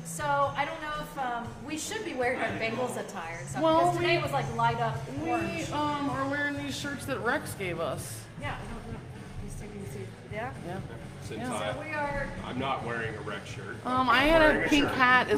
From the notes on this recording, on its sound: We are LIVE at Pandemonium in Latonia, KY.